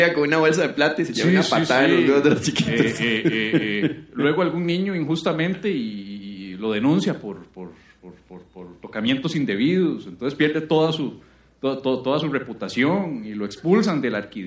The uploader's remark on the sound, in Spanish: Grabado en vivo desde el Teatro Torres.